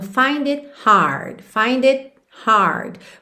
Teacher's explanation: Você não ouve esse T do it